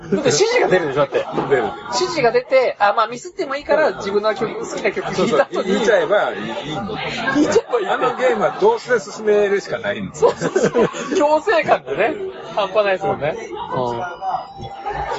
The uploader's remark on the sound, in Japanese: 今回は居酒屋収録のため音声が悪いです。